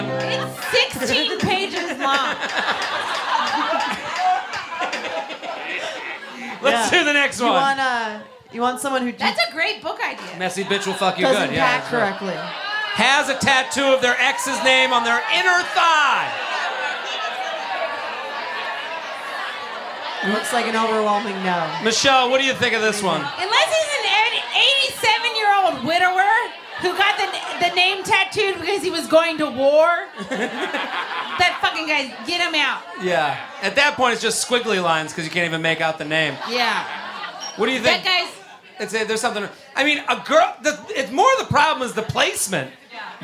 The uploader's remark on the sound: Live At The Comedy Cellar (10 PM Show)